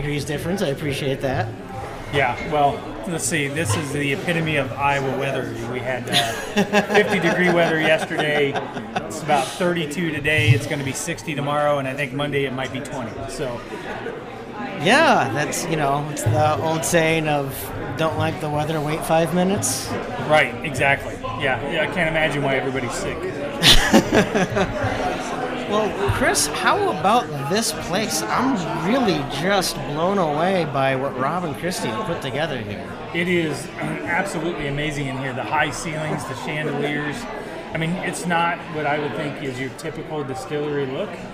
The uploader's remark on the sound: Travel on the road to Revelton Distillery in Osceola Iowa to record live in front of guests and friends. It's an open mic.